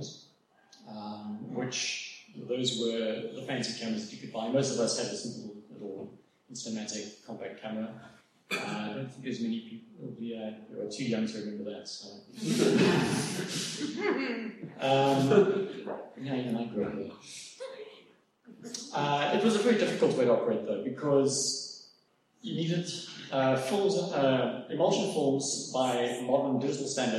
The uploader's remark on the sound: It's a recording of one of my public lectures on astrophotography. The have regular meetings, at which experts on diverse topics give a short talk to the members. The technical quality isn't great - the hall echoed and I suspect their recording was made through a different microphone to the one on the podium, but it's clear enough to hear what I'm saying. I've done my best to process it and clean it up a bit to improve the quality a bit.